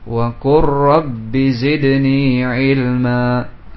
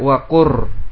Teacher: Sehingga fi'il amr kemungkinan bertemu dengan lam ataupun ra seperti dalam ayat ini. Sehingga dibaca waqur masuk ke dalam ra. Ya. Tidak dibaca lamnya, dia digomkan. · Term: idgham